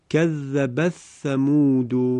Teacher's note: در سوره مبارکه شمس آیه 11 هم کذبت ثمود اینجا کذبت فعل مؤنث هست، بعد از این فعل کلمه ثمودو واقع شده، در اینجا اون حرف تاء تأنیث در حرف ثا کلمه ثمود ادغام می شود به این صورت کذب الثمود.